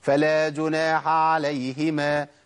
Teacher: ابدلت الحاء بعين ومنعت عنها النفس عشان الحرف اللي بعديها اقوى منها.